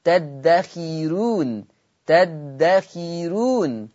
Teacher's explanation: فيها الراء مرققة لورش عن نافع، السبب لأن الراء مضمومة وقبلها كسر أصلي متصل، كسر في نفس الكلمة قبل الراء، فتبقى خيرو تدخيرون تدخيرون هكذا.